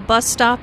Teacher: Bus stop is a compound noun with the main stress on the first word.